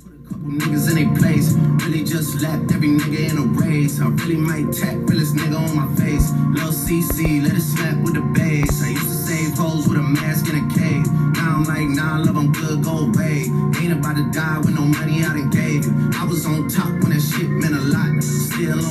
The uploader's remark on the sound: Podcast in a Car